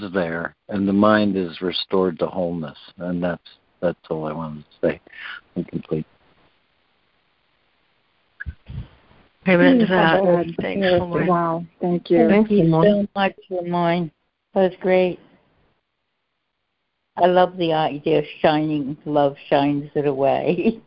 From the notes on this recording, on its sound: ACIM Daily Conference Call